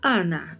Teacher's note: também sempre é pronunciado com a letra A mais aberta